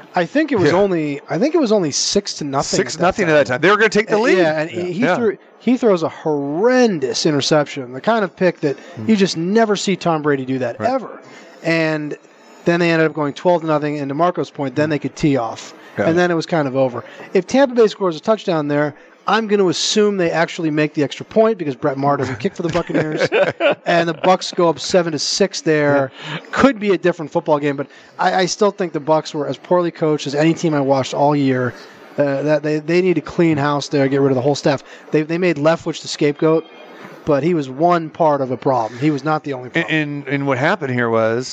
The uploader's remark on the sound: Live From the Superbook at the Westgate Las Vegas